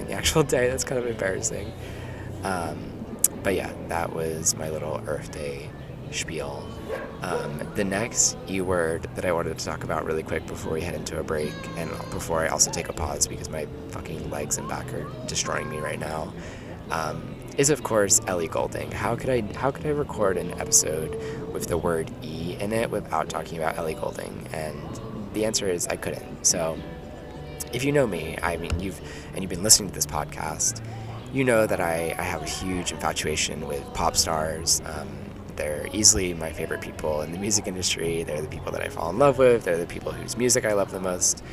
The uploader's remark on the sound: We're live from Prospect Park baby !